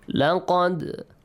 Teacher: With a bouncing sound, with an echoing sound on the letter dal.